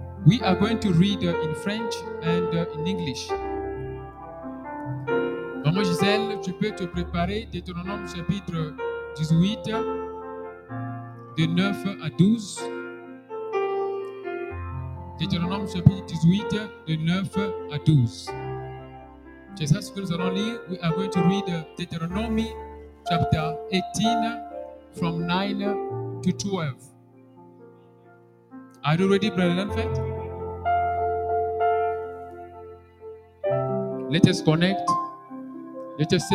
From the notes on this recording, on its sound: Sunday Live Service - Service en direct du Dimanche.